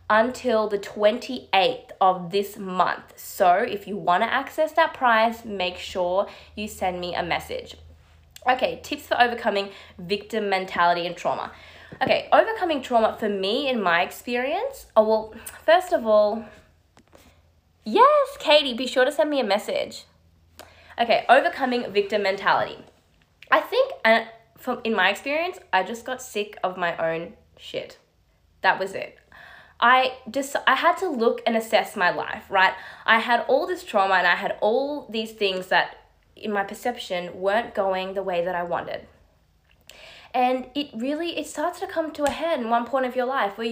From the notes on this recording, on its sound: This audio is from my live on Instagram